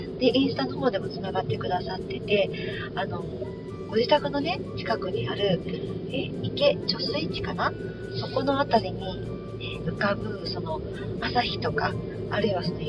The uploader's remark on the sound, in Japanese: 聞きづらい音声になっています